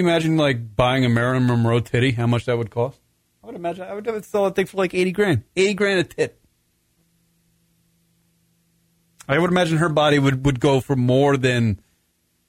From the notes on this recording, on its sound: is joined on the phone